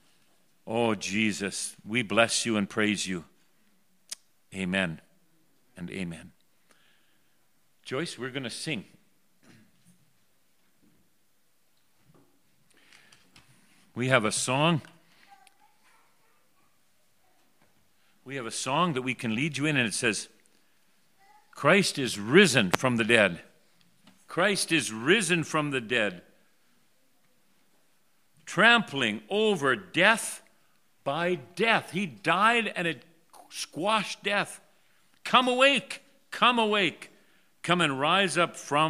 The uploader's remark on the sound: The Worship Service for Resurrection Sunday for the Red Deer River, recorded on April 4, 2021.